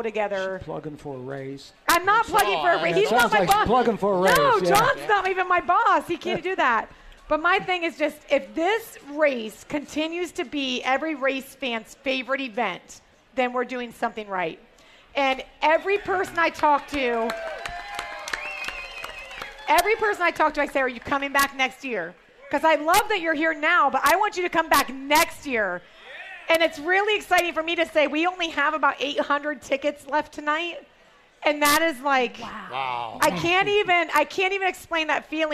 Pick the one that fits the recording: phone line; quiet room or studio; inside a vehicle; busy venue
busy venue